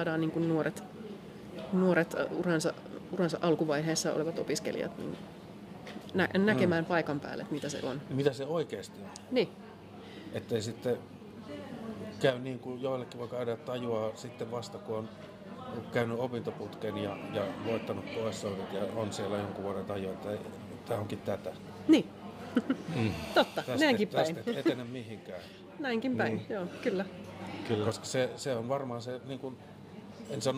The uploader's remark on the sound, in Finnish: Äänitetty Musiikkitalon kahvilassa